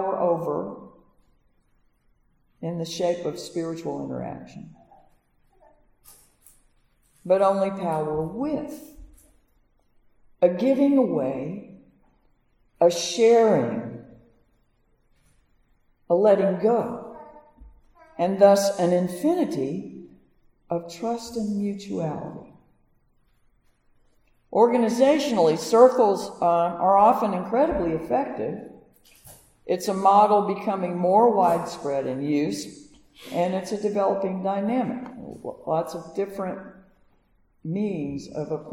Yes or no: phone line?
no